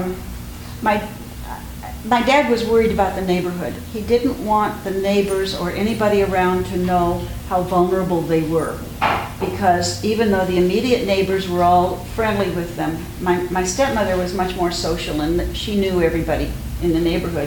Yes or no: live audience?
yes